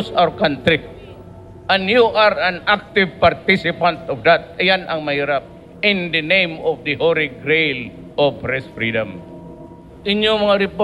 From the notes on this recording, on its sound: This special episode is a live recording from the Sundance Film Festival.